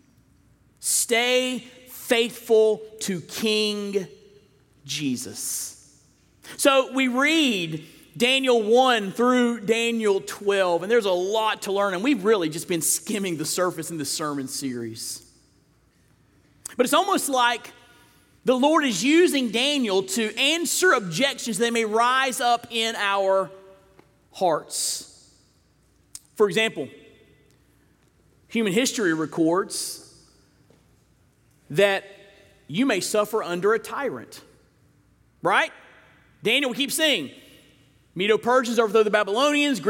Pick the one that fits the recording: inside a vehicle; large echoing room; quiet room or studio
large echoing room